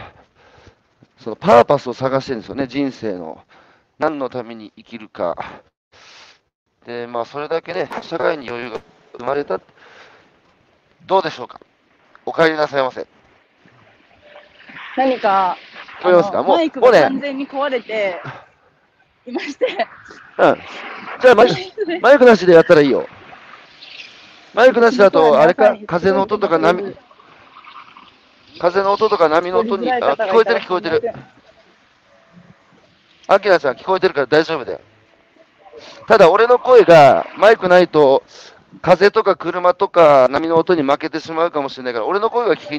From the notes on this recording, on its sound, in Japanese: 歩きながら1時間、対談する。